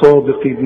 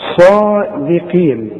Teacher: لكن خد بالك من الدال بتتحول معاك الى ضاد · Shown in: first take